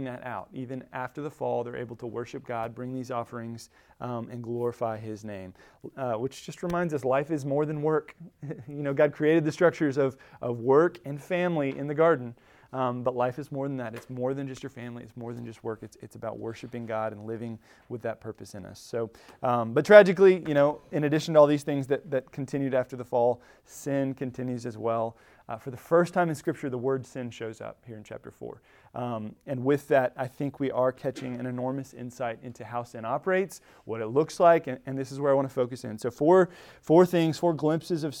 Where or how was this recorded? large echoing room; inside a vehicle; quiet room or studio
large echoing room